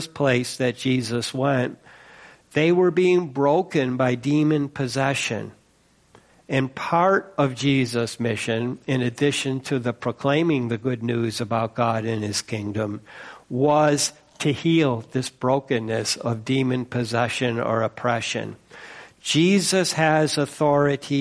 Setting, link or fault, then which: setting, large echoing room